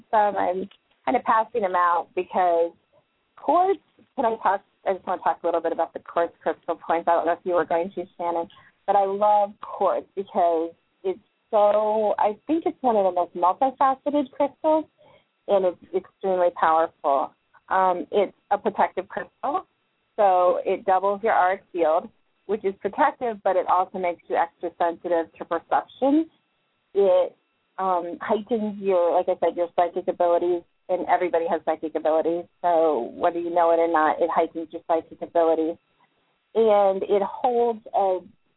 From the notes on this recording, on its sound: Live call in guests.